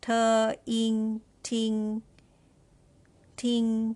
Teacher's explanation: And for the word ting has t as a consonant and the vowel is ing, ing sound with the first tone